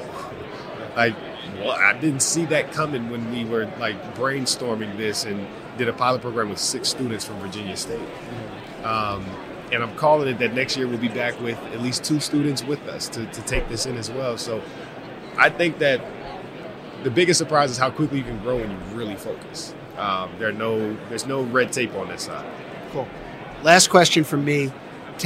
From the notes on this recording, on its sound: From Radio Row at the Super Bowl